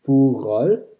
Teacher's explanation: the Old English word fugol, which we've seen before, would have been pronounced with a fricative, in fact, fugol.